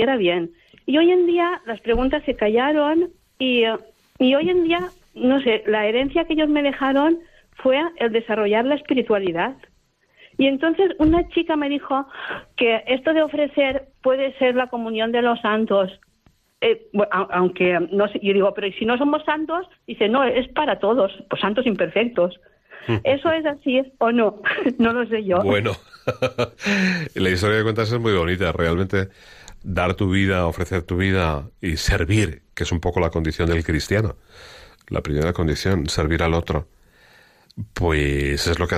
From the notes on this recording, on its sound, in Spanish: Un programa especialmente compartido con nuestros oyentes con llamadas en directo.